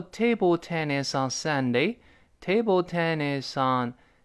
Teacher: tennis 跟后面那个 on 轻轻地会连一下